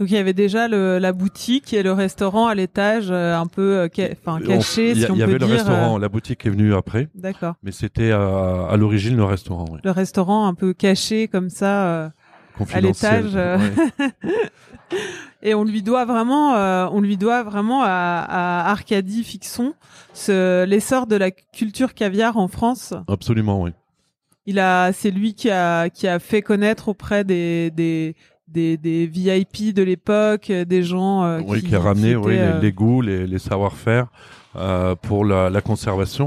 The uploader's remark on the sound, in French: Des live savoureux organisés en partenariat avec le Food court des Galeries Lafayette Champs Elysées. À l’heure de l’apéritif, nous invitons le public à rencontrer les fabuleux artisans qui y œuvrent chaque jour.